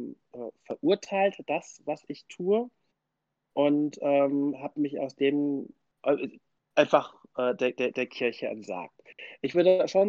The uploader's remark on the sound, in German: In unserer Sendung von " Social Media Inside " auf moin.fm. Das Interview fand via Discord statt, daher kann es zu einigen Tonveränderungen kommen.